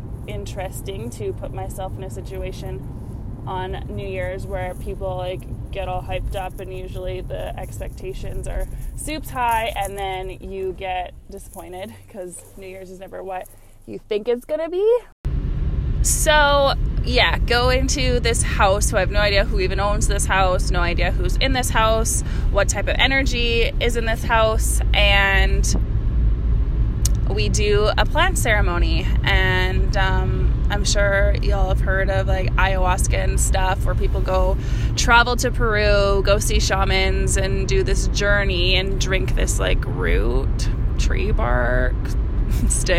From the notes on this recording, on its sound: I recorded this episode in the car, so if you are a sound snob, this episode may not be for you!